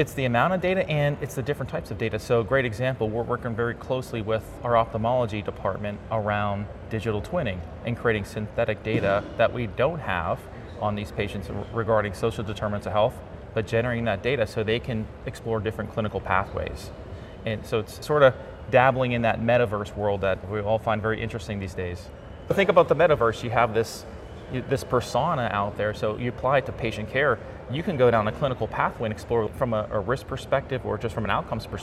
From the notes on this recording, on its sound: It’s an Interview in Action live from CHIME.